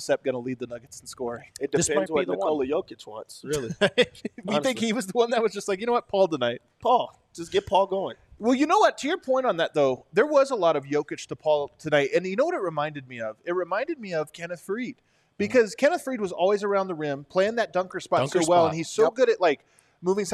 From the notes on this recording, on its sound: Live from the DNVR Bar.